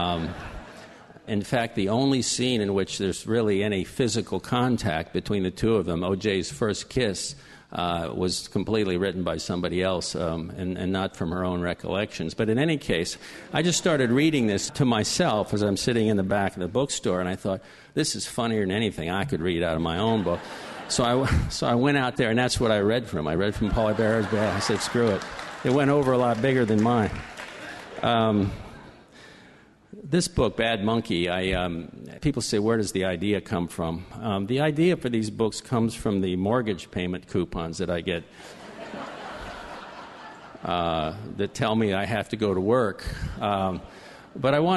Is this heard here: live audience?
yes